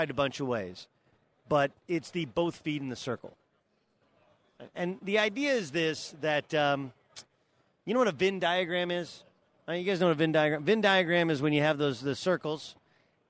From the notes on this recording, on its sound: Live from the Final Four in San Antonio